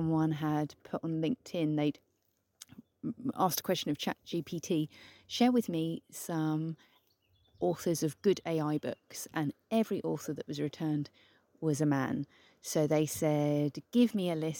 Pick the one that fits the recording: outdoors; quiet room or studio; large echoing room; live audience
outdoors